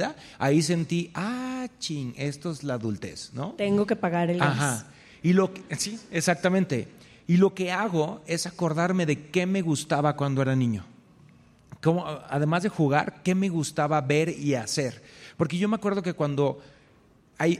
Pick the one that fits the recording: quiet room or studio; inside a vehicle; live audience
live audience